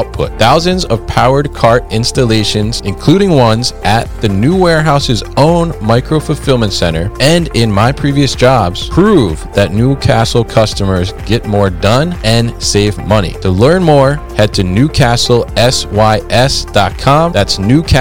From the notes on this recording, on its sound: recorded at the Warehousing Education and Research Council (WERC) Conference 2023